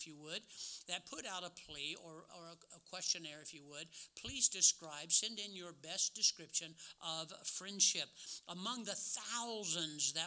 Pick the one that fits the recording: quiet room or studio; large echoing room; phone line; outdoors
large echoing room